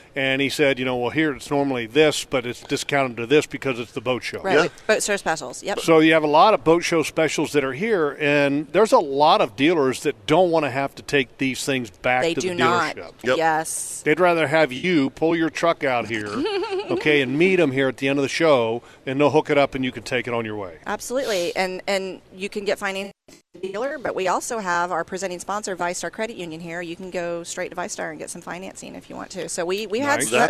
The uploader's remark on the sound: LIVE From the Jacksonville Boat Show! The guys were broadcasting live from Boat Central for this episode!